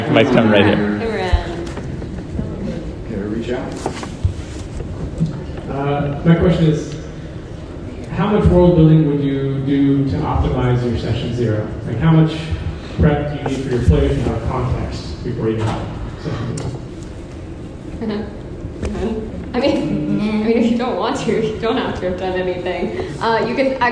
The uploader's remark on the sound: The lost recording of the Worldbuilding for the Lazy Dungeon Master panel at Pax Unplugged, December 2019.